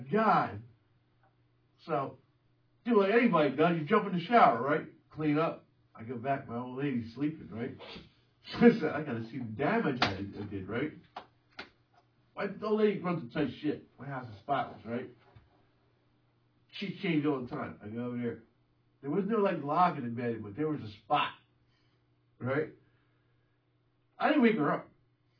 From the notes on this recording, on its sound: The audio is a little low on this one.